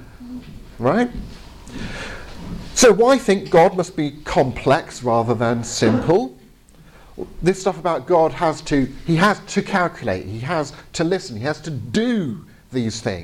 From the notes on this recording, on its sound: Presentation from the 2022 Veritas Conference ( ), held at The Bible School in Grimstad (BIG - ), Norway.